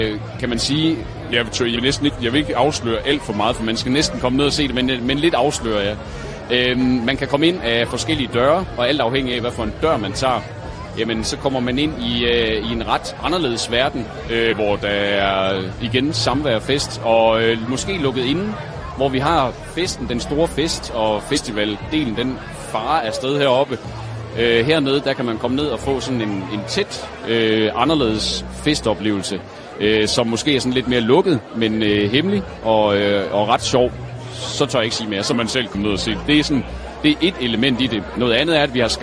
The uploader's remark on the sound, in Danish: Live fra Søbadet - det lækre og lidt skøre pusterum fra skovfesten. Udsigten over søen.